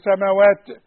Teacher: وبعدين سماوات تقف على التاء ما تقلقلش التاء. التاء من حروف الهمس بس ما قلقلهاش ما قولش سماوات ده همس.